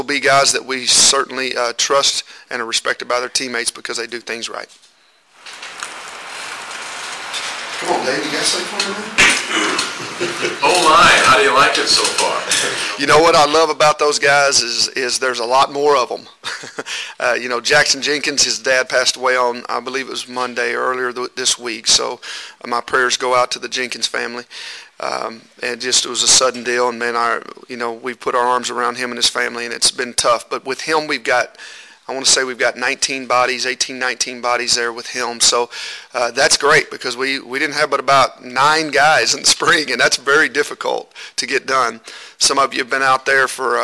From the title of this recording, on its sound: Q&A from KU football media day (Press Conferences & Post-Game Interviews)